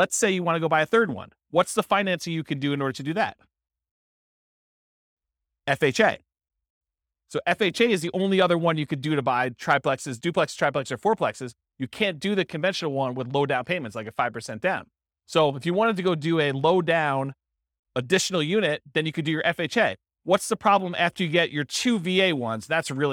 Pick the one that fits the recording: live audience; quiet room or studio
live audience